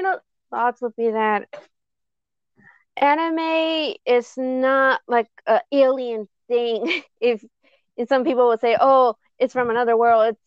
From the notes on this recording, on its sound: Sorry I think the audio problem is not the Mic is my wifi connection.